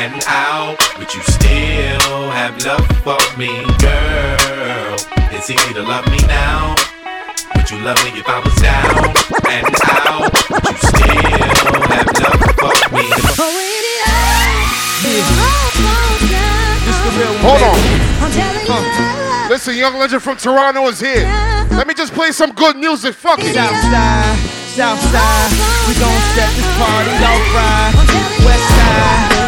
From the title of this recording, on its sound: ZEN 4 YEAR ANNIVERSARY PARTY - HAMILTON - LIVE AUDIO